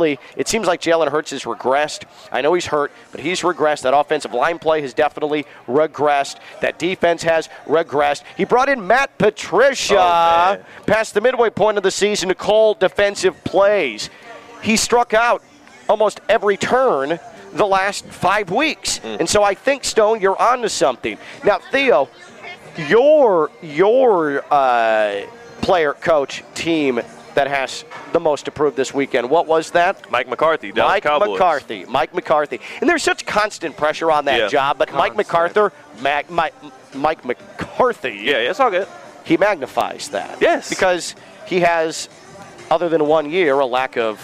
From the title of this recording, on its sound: Live from the South Florida Fair!